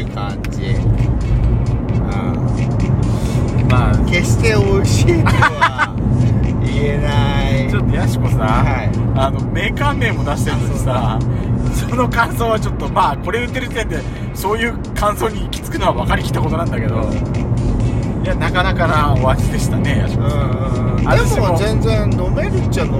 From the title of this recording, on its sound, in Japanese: 休日前の夜な夜な仙台ドライブにて